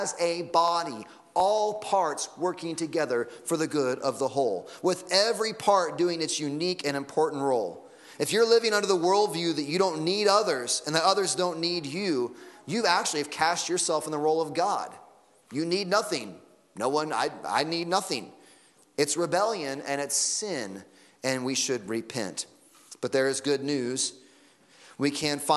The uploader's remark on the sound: Sunday Morning Sermon Audio